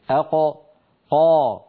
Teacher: ولاحظوا بأن هذه المنطقة ترتفع، منطقة أقصى اللسان ترتفع كما نرى في اللوحة، وتقرع المنطقة التي اسمها الحنك اللحمي · Term: مخرج القاف